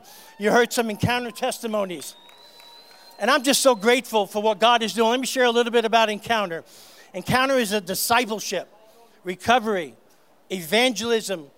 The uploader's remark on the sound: on stage at GLORY - Santa Clarita's Christian Music Festival.